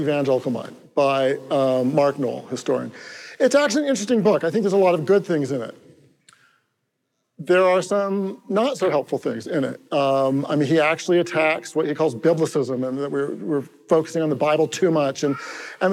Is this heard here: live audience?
yes